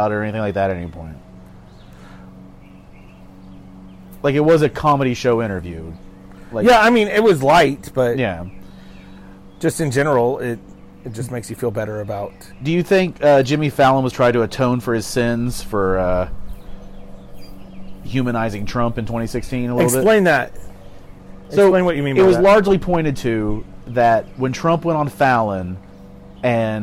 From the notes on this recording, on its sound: They’re out on the patio today. The audio quality is a bit lower than normal due to the outdoor recording.